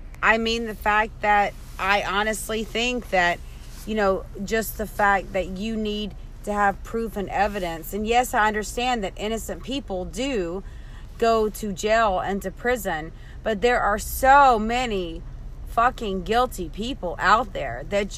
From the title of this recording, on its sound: from the car podcasting